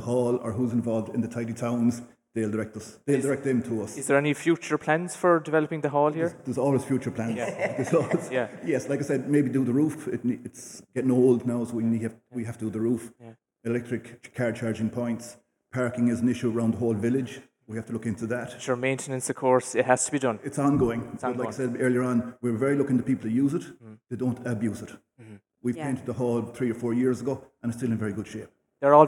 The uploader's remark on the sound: LIVE FROM Quin Community Centre.